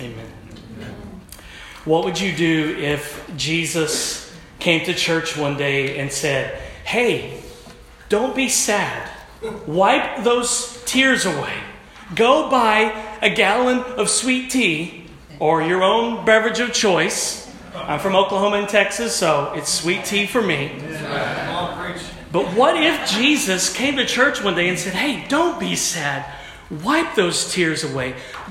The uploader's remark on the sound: at our annual Converge PACWEST Pastors and Spouses Conference